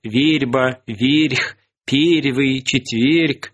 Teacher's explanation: Мягкость «ре» перед губными и заднеязычными согласными до последнего времени характерная для старомосковского произношения